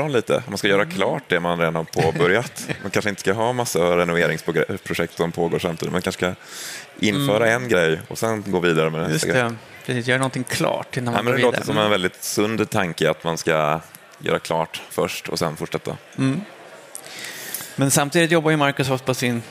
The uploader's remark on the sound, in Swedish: Live från Teamsdagen 2023